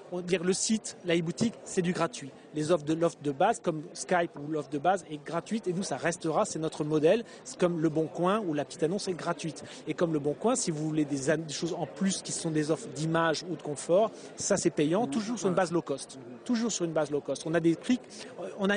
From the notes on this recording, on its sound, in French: au Universite d'Eté du MEDEF 2012 et ai pris l'occasion d'enregistrer cet entretien